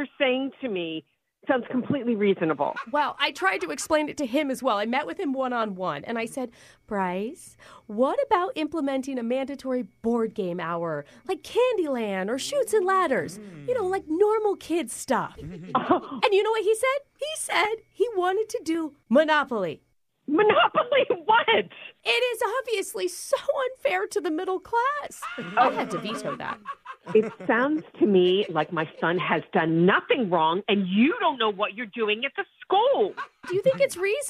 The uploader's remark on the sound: Phone Tap